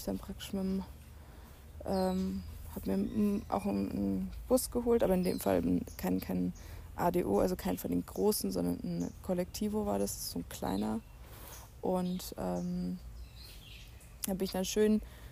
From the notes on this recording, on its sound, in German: Fast live aus der Hängematte im Hostelgarten